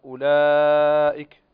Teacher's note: عندنا هنا مد واجب متصل، فتمدها تقرأ أولئك، تمد الصوت فيها